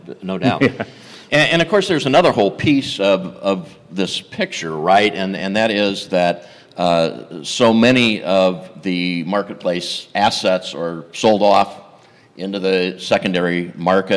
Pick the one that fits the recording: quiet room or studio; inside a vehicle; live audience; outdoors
live audience